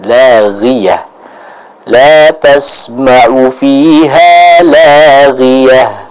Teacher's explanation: huruf ghain pada kata laghiyah, maka dibaca dengan tipis